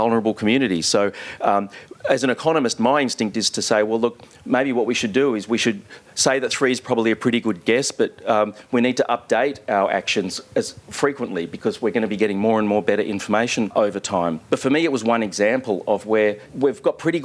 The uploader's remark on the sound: This conversation was recorded live at Gleebooks in Sydney, supported by Black Inc Press.